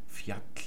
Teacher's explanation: immer da, wo die Isländer ein Doppel-L schreiben, da sprechen sie gar kein Doppel-L, sondern sie sprechen ein T